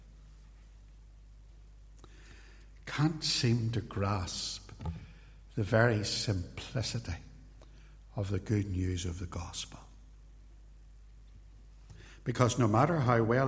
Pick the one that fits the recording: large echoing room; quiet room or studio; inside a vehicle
large echoing room